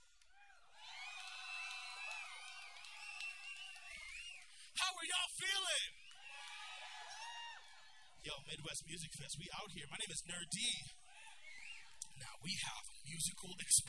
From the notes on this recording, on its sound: Tonight on The Live Feed we take you to Mid West Music Fest 2021 for some Minneapolis hip-hop. LIVE from MWMF 2021.